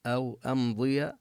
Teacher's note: وهنا الميم حكمها الإظهار لا نطيل الغنة عندها